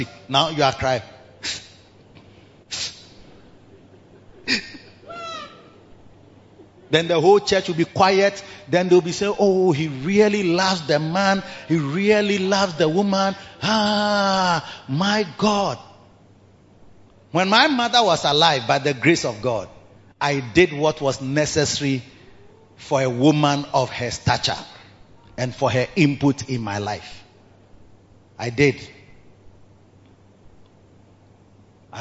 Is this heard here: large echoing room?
yes